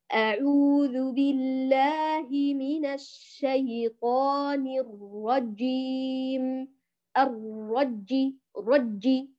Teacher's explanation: فاتكأ على الجيم فمزج كسرها بالسكون · Term: مزج الحركة بالسكون